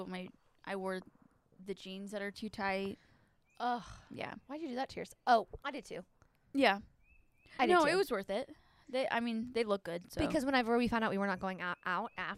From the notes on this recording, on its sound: This week's episode is brought to you by the great outdoors! The gals switch it up and record on the patio.